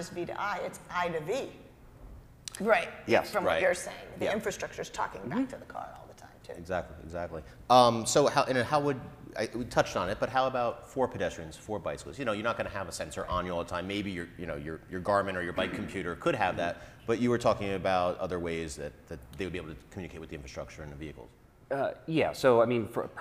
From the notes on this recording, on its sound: We take the show on the road to the University of Michigan's Transportation Research Institute. We also take questions from our live audience!